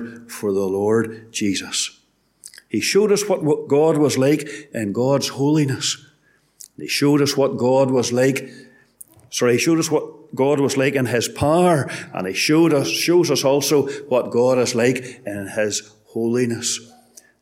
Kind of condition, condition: setting, large echoing room